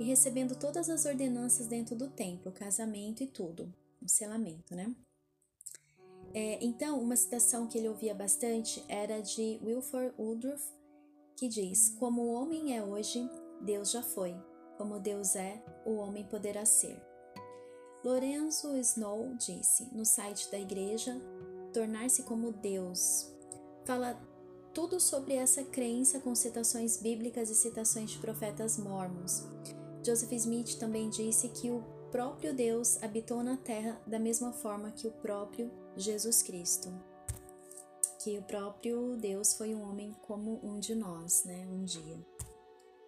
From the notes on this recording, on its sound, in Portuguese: Peço que me perdoem pelo áudio, alguns barulhos... Tive problemas com o meu microfone, porém não quis regravar pois isso atrasaria bastante.